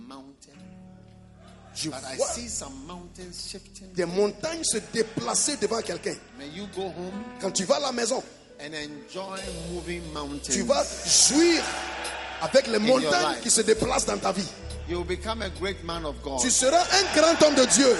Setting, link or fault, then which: setting, large echoing room